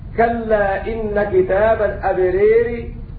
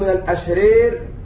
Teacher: أمال هذه الألف التي بين الراءين